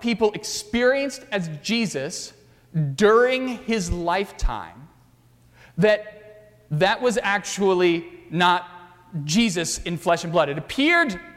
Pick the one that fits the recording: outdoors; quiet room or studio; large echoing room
large echoing room